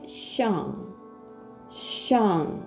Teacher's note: 口の中で舌を上に反り上げてその両脇から息を漏らすシという音になります